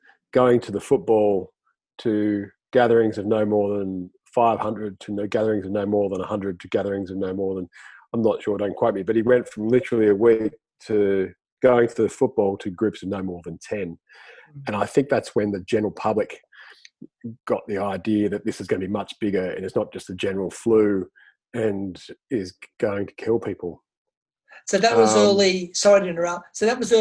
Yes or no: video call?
yes